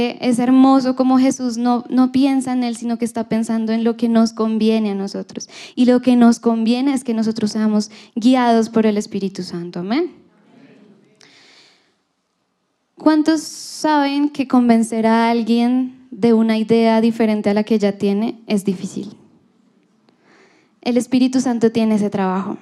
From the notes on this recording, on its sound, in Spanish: Reunión en vivo